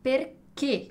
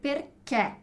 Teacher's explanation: toscano, que é o italiano padrão, vai dizer perché, com esse som fechado. · Shown in: first take